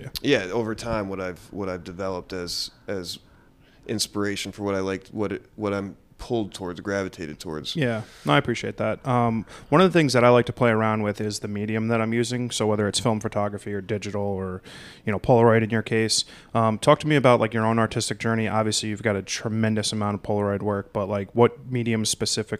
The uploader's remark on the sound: Live from The Lower Draw in Manhattan. Sat down for an in person live podcast recording.